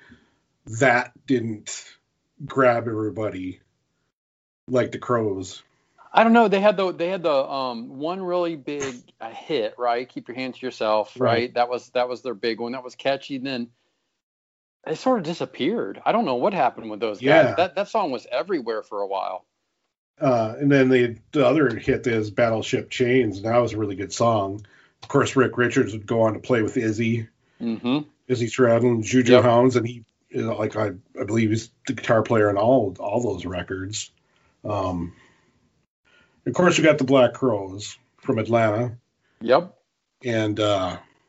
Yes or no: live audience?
no